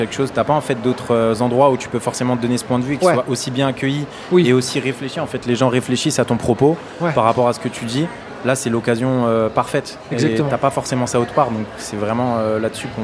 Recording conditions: busy venue